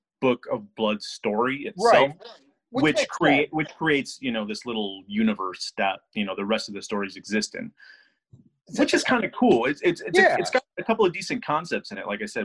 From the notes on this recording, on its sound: hit Zoom